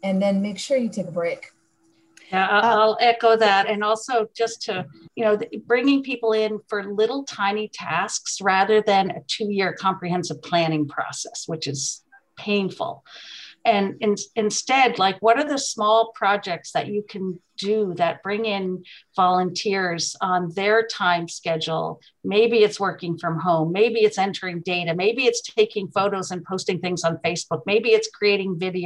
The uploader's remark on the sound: We partnered with the Rural America Chamber of Commerce to host a live virtual event, bringing some of these problem-solvers together.